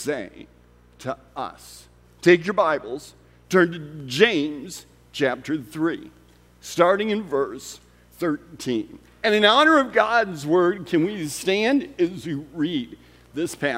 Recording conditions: large echoing room